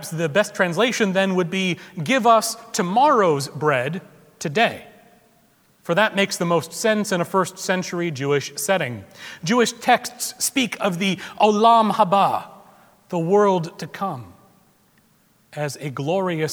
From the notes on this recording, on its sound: At Trinity Presbyterian Church in Bixby, Okla.